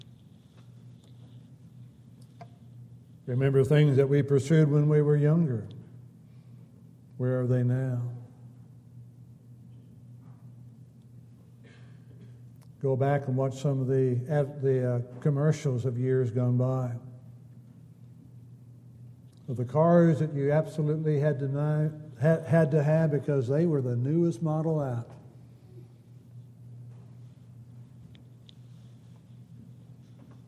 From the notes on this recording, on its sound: Downtown Church Of Christ Audio Sermon.